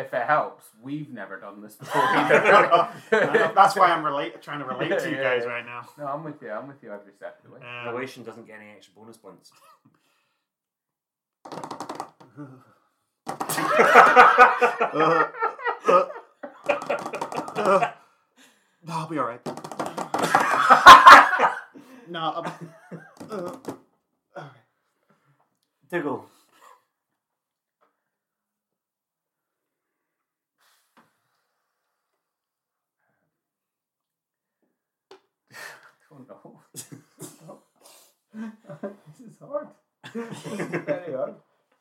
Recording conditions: uneven or low level